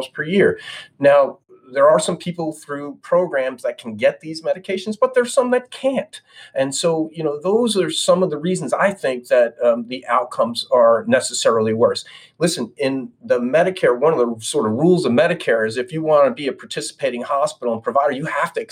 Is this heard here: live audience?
no